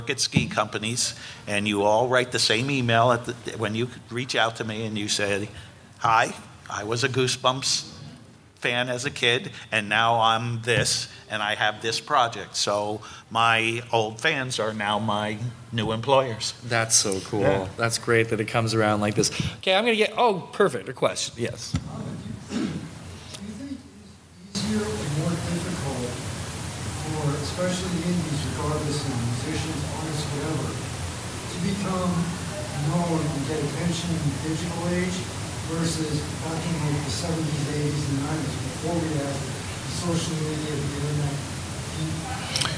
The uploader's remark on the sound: A live chat from FanExpo Philly